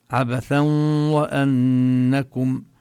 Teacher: المطلوب يعني ليس فقط أن نشدد الواو، إنما أن نظهر الغنة · Term: إدغام بغنة